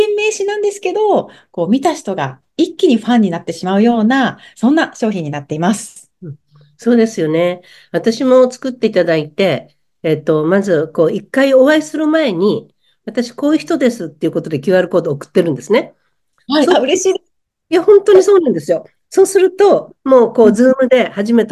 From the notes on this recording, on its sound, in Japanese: 場所：zoom開催